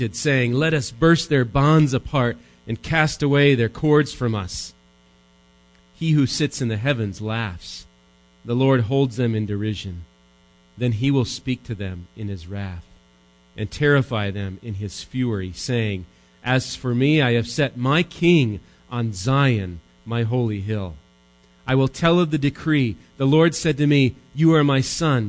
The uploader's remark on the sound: Recorded live at Bethany Bible Church